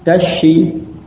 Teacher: Jadi, nah ketika das tadi bertemu dengan shi, maka huruf bunyi z pada das itu tidak tampak, hilang, tersembunyi pada huruf shi yang sesudahnya